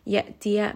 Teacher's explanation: hamza with a sukun, jahar, very sharp sound